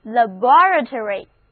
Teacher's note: 这个新出现的单词 laboratory 重音放在第二个音节上